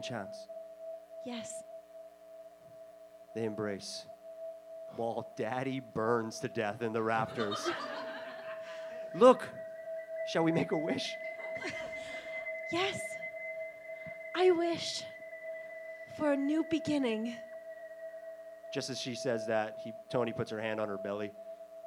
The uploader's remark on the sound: The best part - it's made up on the spot in front of an audience. This live podcast recording features an improvised Christmas ghost story. At Theatre VME in Montreal.